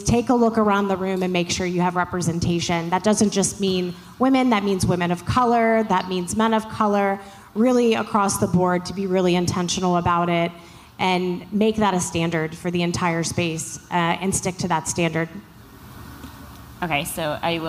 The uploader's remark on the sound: We had the honor of being on a panel with some awesome ladies at NFT.NYC 2022 & we thought we should share some snippets from our conversation. The panelists share their main takeaways with the audience.